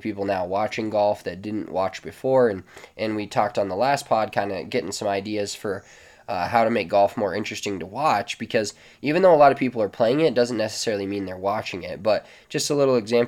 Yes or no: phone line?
no